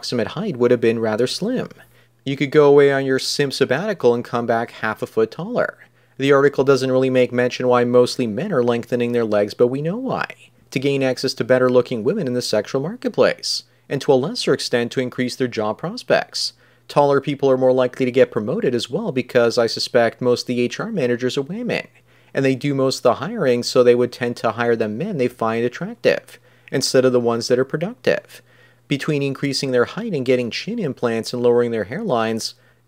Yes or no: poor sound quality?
no